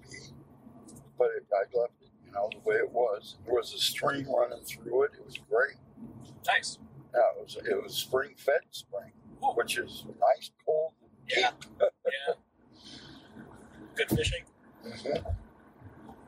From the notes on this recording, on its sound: Drove. To visit his brother on Cape Cod, so the audio is not ideal.